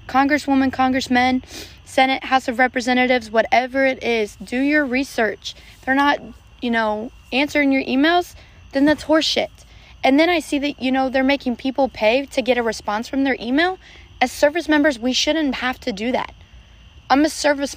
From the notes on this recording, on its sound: Sorry for the background noise too.